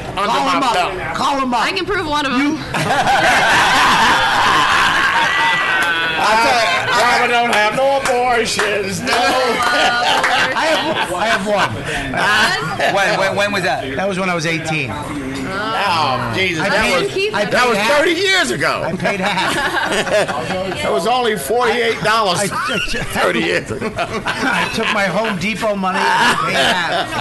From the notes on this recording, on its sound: live broadcast from the Comedy Cellar